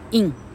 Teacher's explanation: 既然是 I NG，前面跟到的是一，那那是嘴巴最小程度的一个母音了，一。啊，所以叫 ing，嘴巴就以那么大，没有更大，哎，你更大那个音就走掉了，听起来就不是 ing 了哈。好 Sing asong，两个字都是嗯的音，哈。那到这里呢，可以，啊，举出跟 M N N G 有关的大